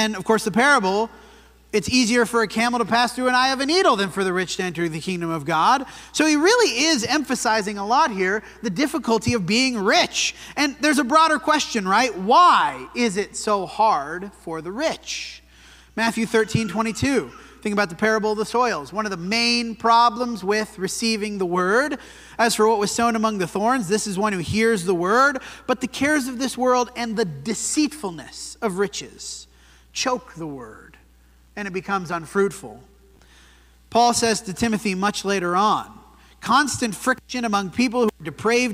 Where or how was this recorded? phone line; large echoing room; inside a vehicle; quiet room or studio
large echoing room